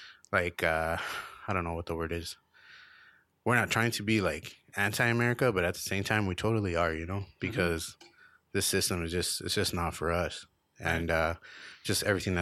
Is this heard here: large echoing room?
no